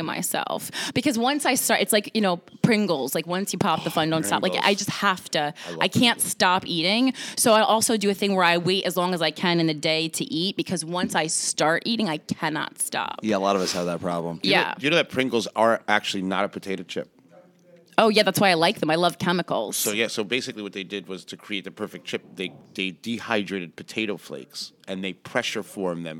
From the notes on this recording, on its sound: This episode is audio only (before we started doing video). At La Cubana NYC in the Meatpacking District.